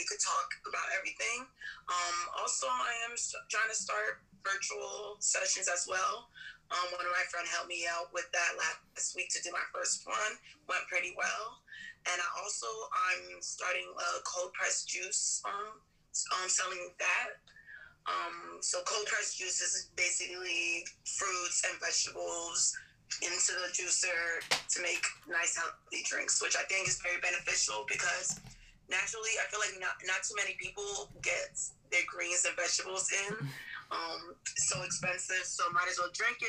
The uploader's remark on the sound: Sorry about the sound